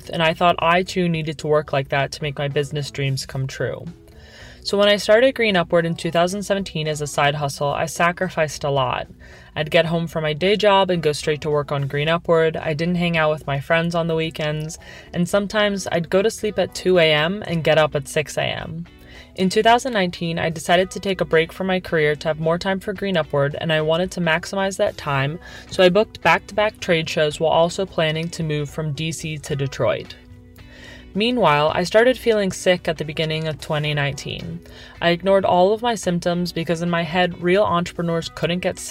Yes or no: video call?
no